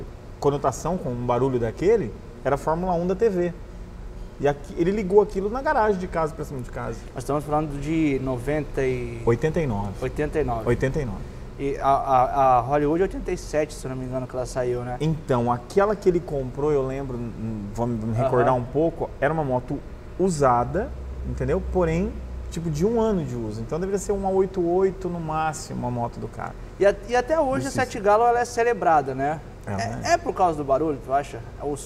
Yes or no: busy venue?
yes